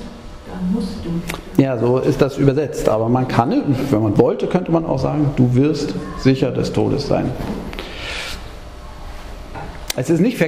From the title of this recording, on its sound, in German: Gottesdienst-Predigt